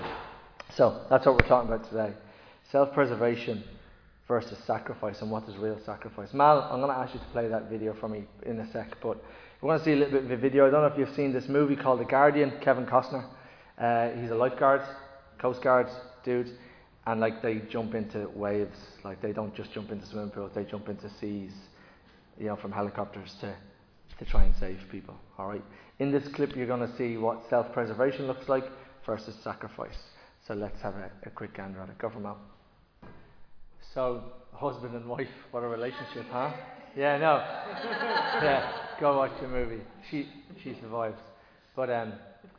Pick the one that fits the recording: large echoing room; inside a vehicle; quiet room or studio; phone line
large echoing room